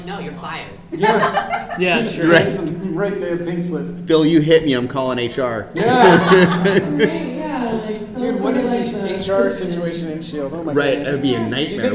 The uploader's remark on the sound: our first panel at Phoenix Comic Fest 2018